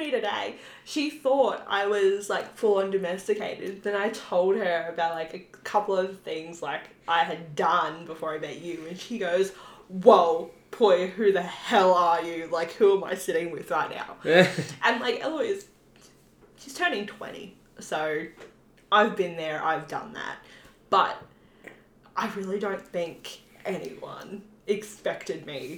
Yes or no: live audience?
no